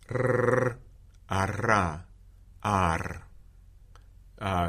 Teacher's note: I think this trill is most often post-alveolar rather than fully alveolar